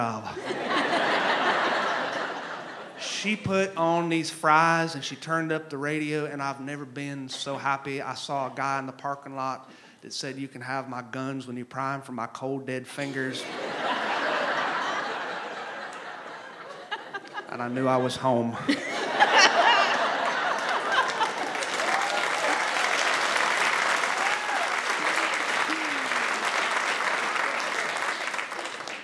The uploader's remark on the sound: This episode was recorded live at The Franklin Theatre (Franklin, TN) on Oct.